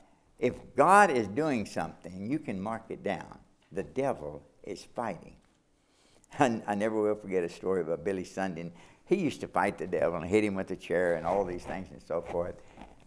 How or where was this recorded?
large echoing room